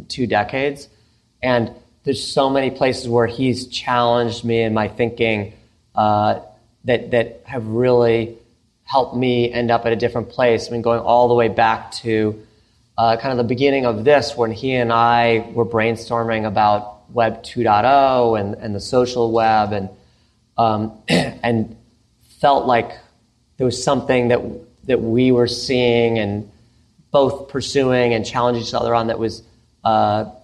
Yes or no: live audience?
yes